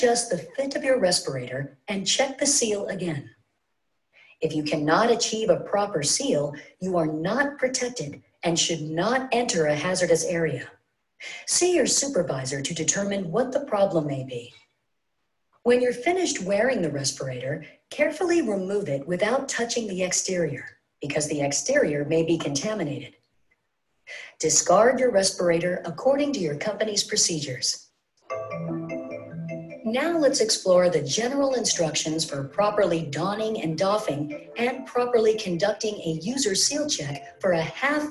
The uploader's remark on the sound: live InterNACHI webinar